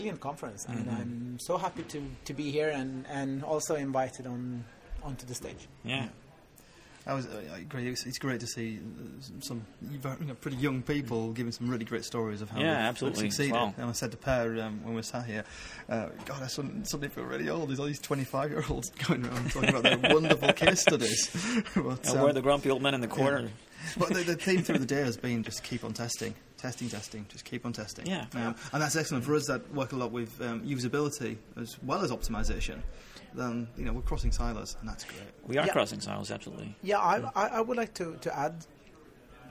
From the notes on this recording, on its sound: This episode comes “live” from Conversion Jam 2 in Stockholm Sweden. A conference about conversion optimisation.